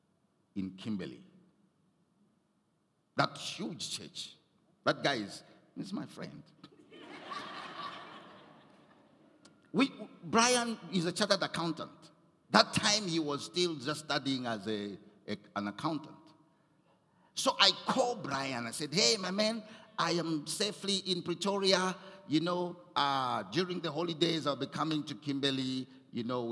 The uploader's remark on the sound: Recorded at Doxa Deo Tshwane Central on the 12th of November